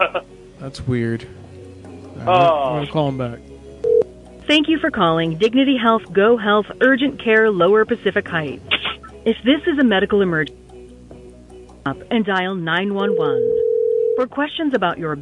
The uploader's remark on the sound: Prank call. A hilarious call from corporate in which he gets a customer to walk off with a clerk’s name tag and phone.